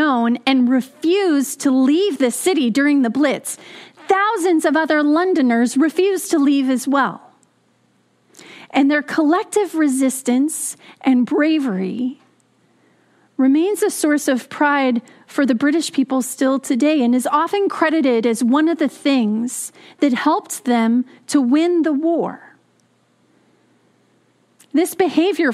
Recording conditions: large echoing room